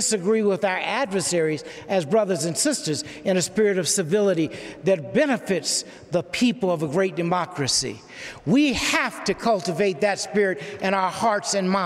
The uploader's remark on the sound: live devotionals and forum addresses from the BYU campus